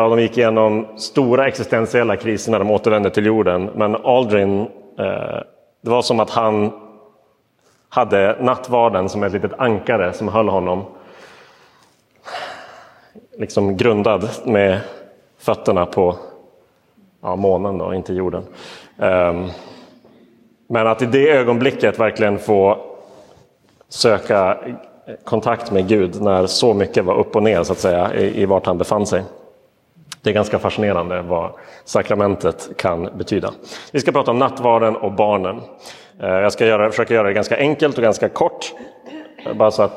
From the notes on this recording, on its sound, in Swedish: Inspelad i Roseniuskyrkan den 23 oktober 2022.